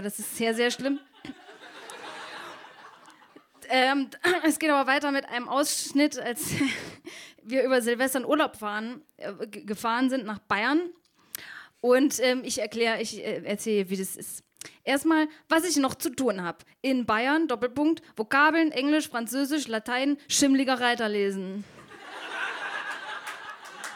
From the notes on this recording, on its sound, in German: Bei „texte von gestern“ lesen Erwachsene live on stage Texte vor, die sie als Kinder oder Jugendliche geschrieben haben. Einige der Beiträge aus unserer ersten Veranstaltung. Im Monarch (Berlin).